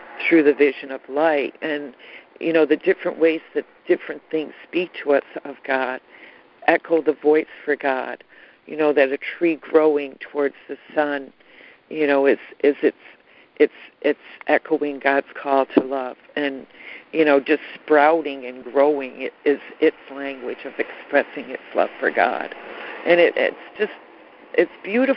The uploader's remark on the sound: ACIM Daily Conference Call.